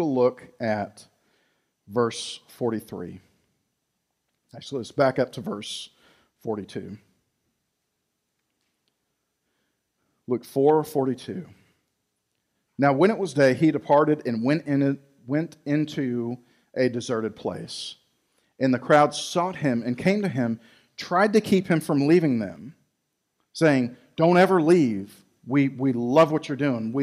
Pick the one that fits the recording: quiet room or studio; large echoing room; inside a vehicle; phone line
large echoing room